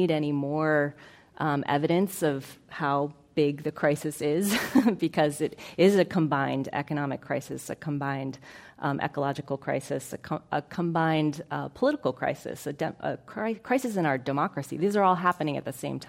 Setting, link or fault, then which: setting, live audience